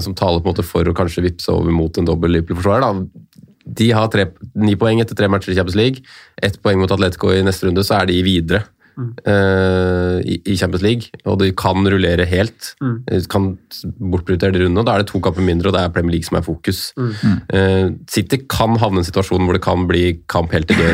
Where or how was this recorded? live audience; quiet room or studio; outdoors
quiet room or studio